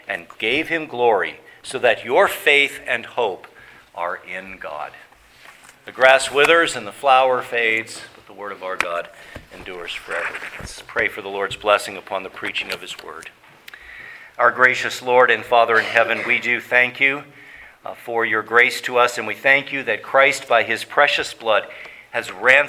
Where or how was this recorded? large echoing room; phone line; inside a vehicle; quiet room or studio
large echoing room